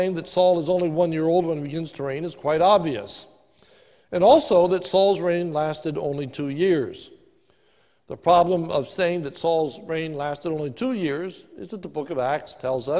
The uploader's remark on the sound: This is a sermon recorded live at the Lebanon Bible Fellowship Church in Lebanon, PA on 09/20/2020 during the morning worship service